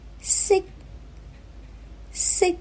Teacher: 消息的息结束的时候要截住气流，不要发成开放式的结束音